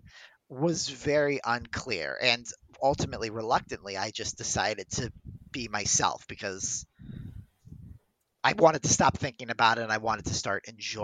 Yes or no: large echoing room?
no